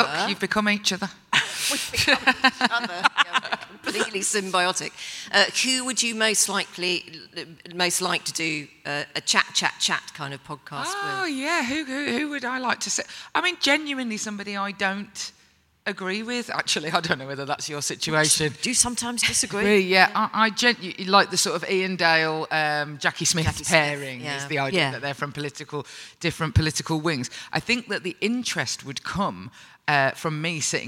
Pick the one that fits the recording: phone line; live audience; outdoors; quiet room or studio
live audience